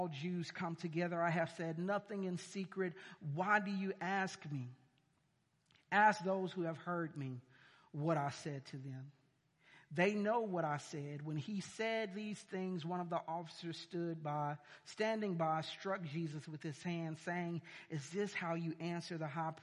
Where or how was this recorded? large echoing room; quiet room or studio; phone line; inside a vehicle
large echoing room